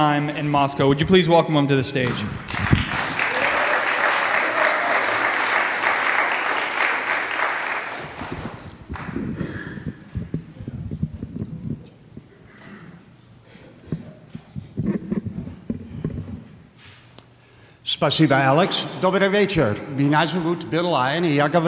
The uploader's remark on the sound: The Adult Education Committee has planned its own variation on the popular live storytelling medium, the Moth Radio Hour. This live storytelling at First Pres, featuring real stories shared, in person, by fellow church members.